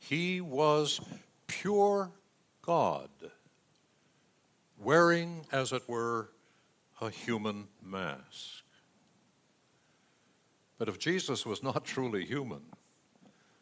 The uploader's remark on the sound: Delivered during the Contemporary Worship Service. San Marino Community Church.